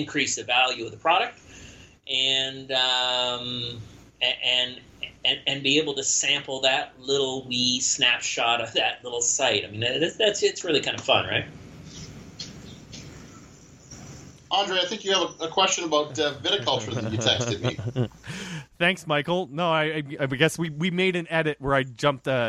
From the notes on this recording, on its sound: someone in his open air garage sit 6 ft away from him between a microphone